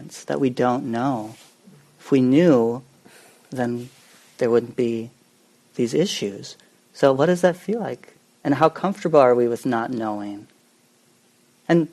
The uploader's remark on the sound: Common Ground Meditation Center. Part of a presentation given at the Intersangha conference of the Buddhist Insight Network in May of 2018.